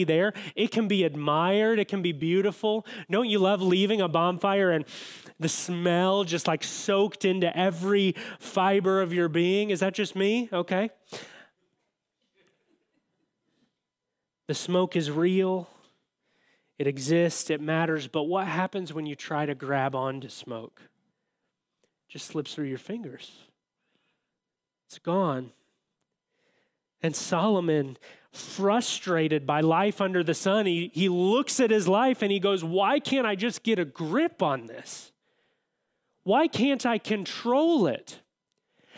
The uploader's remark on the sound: audio from New City Church in Champaign-Urbana, IL